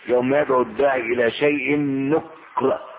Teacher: وقرئت بالإسكان بالسكون على الكاف